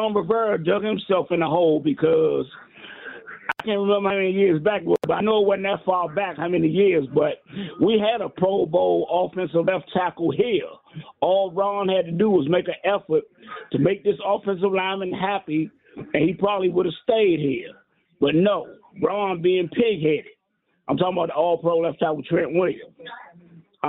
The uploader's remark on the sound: Back to the phones for your calls. Back to your calls before the final hour of the show.